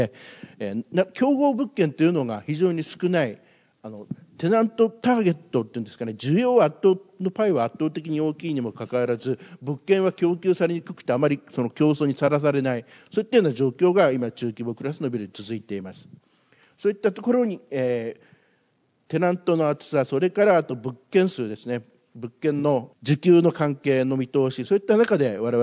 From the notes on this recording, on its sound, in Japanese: 東京証券取引所で開催した「J-REITファン2017」に登壇した「平和不動産リート投資法人」のIRセミナー